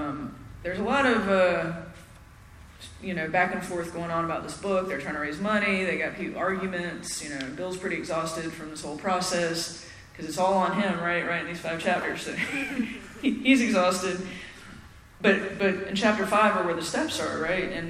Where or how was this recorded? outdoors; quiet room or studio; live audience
live audience